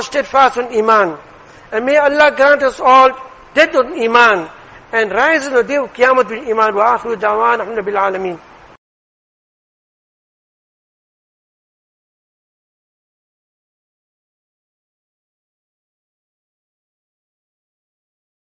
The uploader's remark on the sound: Jumuah lecture